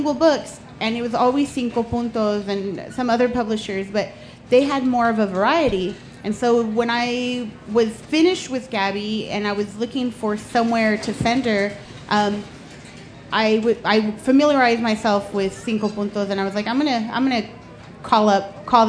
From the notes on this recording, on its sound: A panel from the Pima County Public Library Nuestras Raices Pavillion.